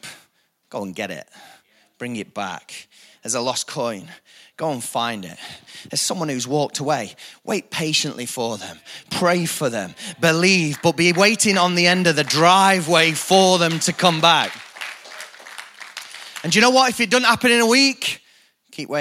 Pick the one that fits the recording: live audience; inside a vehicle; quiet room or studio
live audience